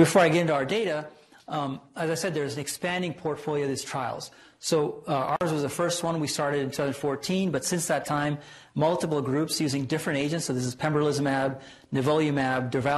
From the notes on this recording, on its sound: Norris Cotton Cancer Center Grand Rounds presented on May 8, 2018